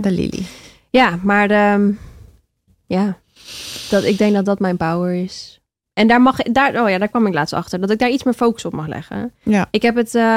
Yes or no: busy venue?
no